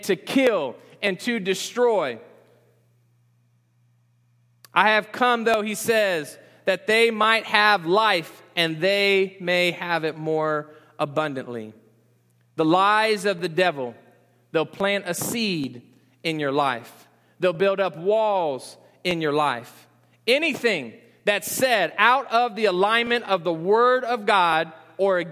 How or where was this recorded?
large echoing room